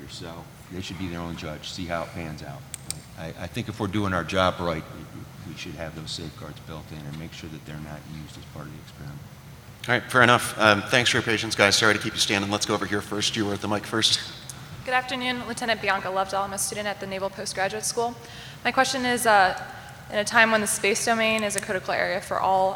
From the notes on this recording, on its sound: This week's program is an abridged version of a panel discussion at the annual Sea Air Space conference with the personnel chiefs of the Navy, Marine Corps and Coast Guard.